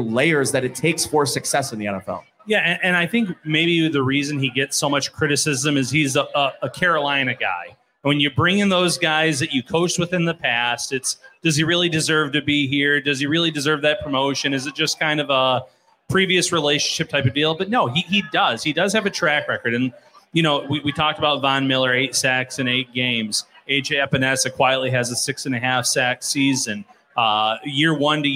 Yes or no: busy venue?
yes